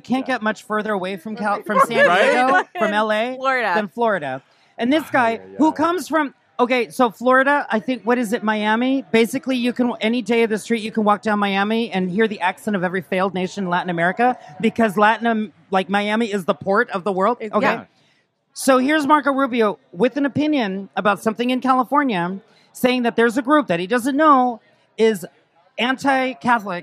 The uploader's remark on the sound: This week the gang is out of the studio and recording live from the San Diego County Fair for Out At The Fair.